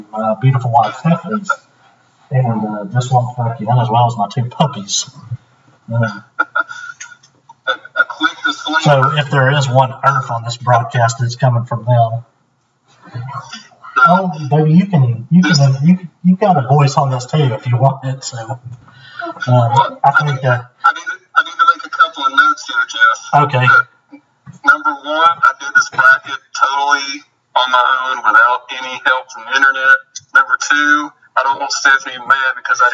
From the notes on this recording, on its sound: the sound quality is worse